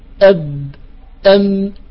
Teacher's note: الباء شديدة ومجهورة والميم فيها صفة التوسط